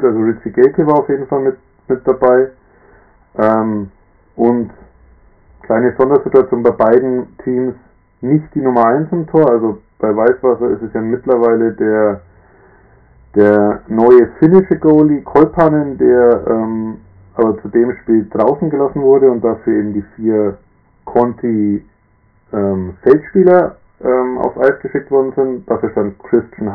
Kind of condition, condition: fault, poor sound quality